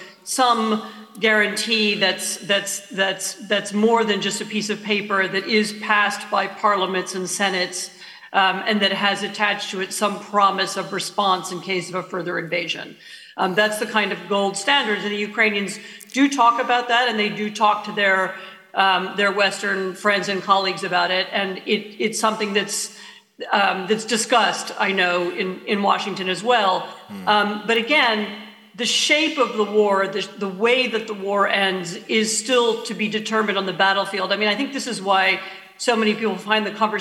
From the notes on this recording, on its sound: This conversation took place in March 2023 and is part of Intelligence Squared’s live debate partnership with the Southbank Centre.